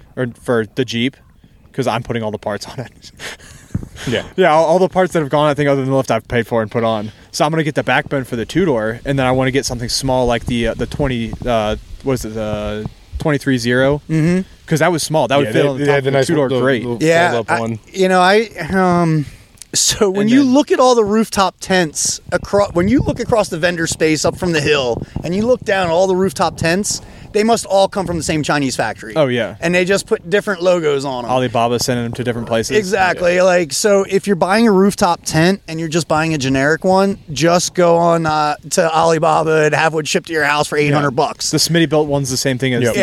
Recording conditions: outdoors